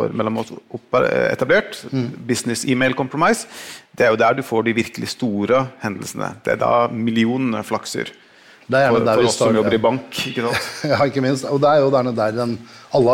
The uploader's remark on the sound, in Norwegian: Live fra Kristiansand. Ukens episode er en liveutgave fra Kristiansand.